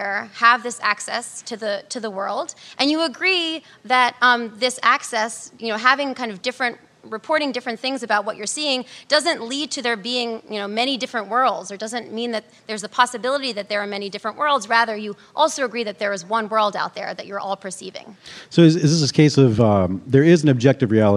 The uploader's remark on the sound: Live in New York, at The Be…